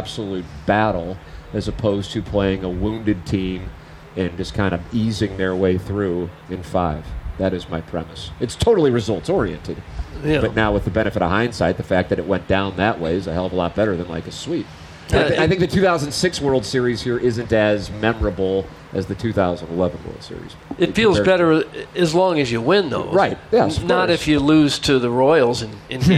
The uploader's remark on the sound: TMA Day at the Ballpark. We are Live from Salt + Smoke at BPV!